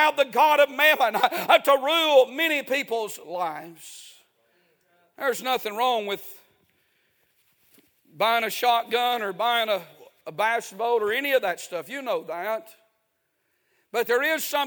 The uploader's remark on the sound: A sermon preached Sunday Morning